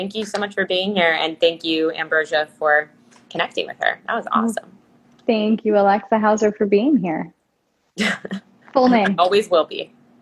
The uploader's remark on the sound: during an Instagram Live